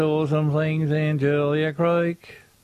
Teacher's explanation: the way they talk, you know, they're really flat vowels.